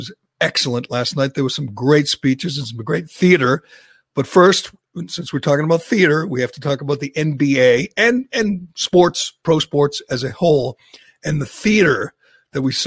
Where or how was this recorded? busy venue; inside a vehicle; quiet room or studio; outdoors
quiet room or studio